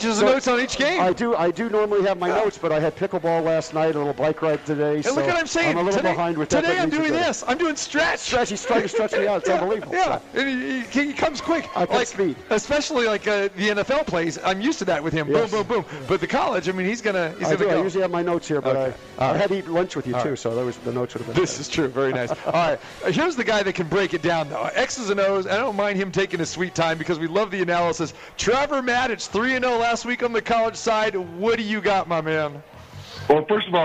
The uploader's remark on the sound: Live From The Cosmopolitan of Las Vegas